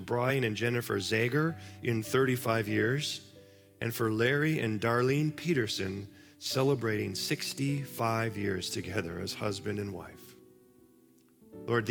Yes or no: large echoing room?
yes